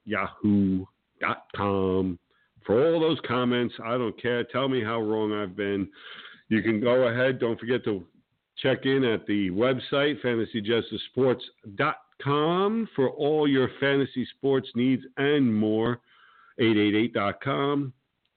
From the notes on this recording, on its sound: With guest call in expected